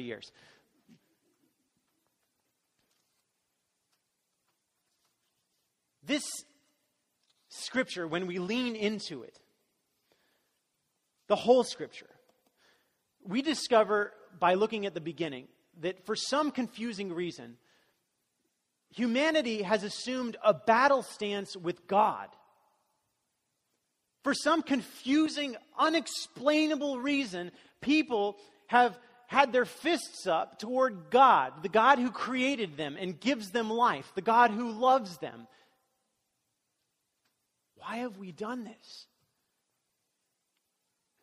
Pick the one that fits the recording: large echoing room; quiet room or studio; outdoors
large echoing room